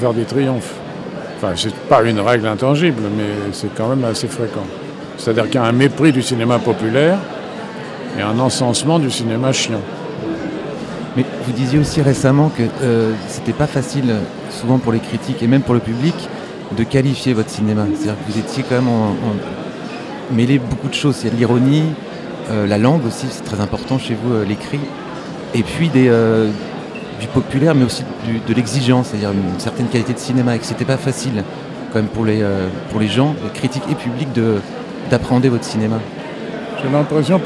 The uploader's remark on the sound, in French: Toute cette semaine, nous plantons nos micros dans le hall du Centre des Congrès pour suivre au plus près le festival Premiers Plans. Radio Campus Angers.